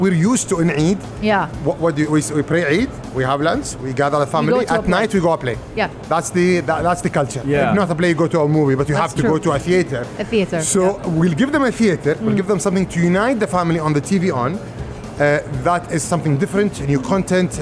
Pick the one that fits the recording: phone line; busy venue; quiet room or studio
busy venue